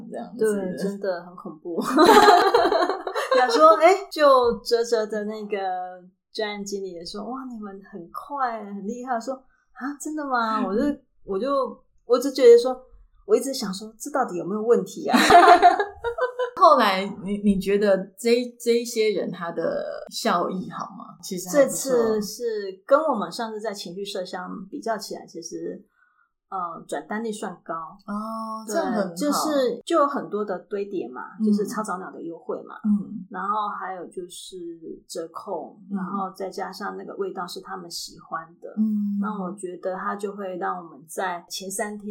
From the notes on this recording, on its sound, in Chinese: 今天到調香工作室。因為訪談處回音較大，聲音有些不同，請多包涵。